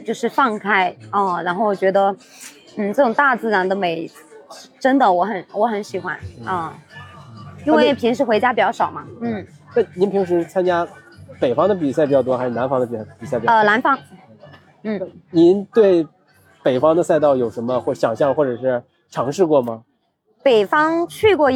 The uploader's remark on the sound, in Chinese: 这次我们来到凯乐石莫干山跑山赛的赛后现场，跟几位领奖台的精英跑者们聊聊。